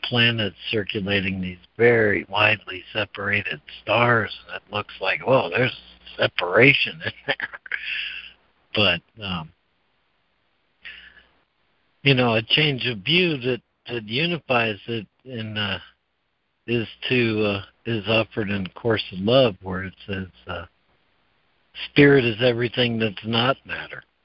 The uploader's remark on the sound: ACIM Daily Conference Call.